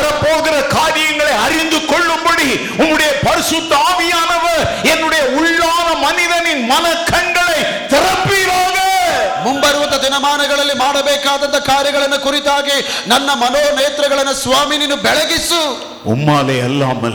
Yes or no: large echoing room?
yes